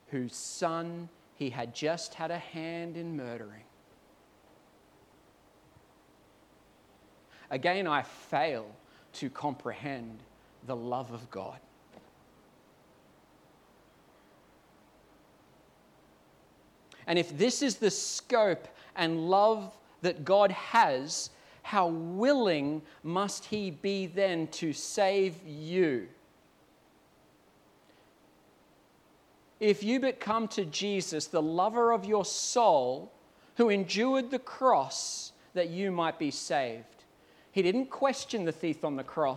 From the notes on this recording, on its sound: At Clarence Valley Community Church. This sermon was preached at South Grafton.